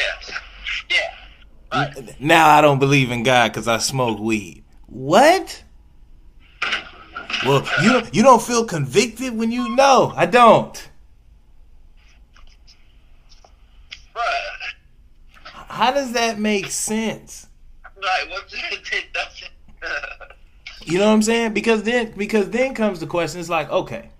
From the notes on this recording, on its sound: I recorded this from our phone conversation